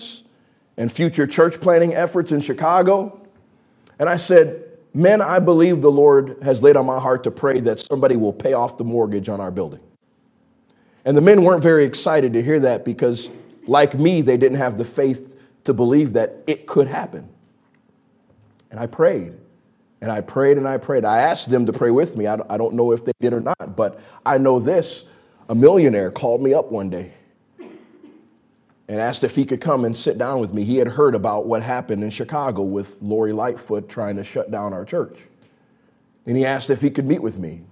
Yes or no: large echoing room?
yes